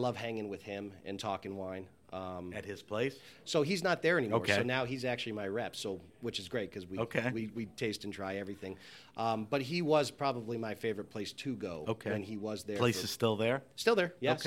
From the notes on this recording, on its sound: This episode of HRN On Tour was recorded at the Global Wine Dinner at Washington Prime as part of Norwalk Now's CRUSH. The proprietor of Washington Prime in the SoNo district of Norwalk, CT.